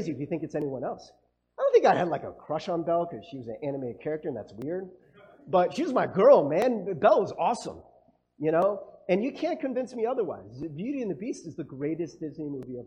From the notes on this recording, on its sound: Sorry about the audio quality